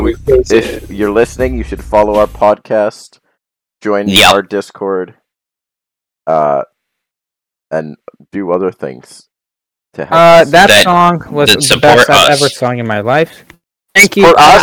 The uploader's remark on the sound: With this episode, we had to improvise. Can't come to our studio, so excuse our rough audio.